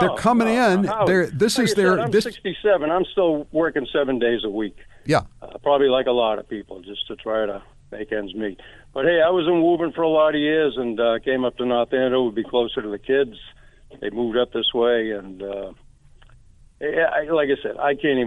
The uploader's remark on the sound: Callers weigh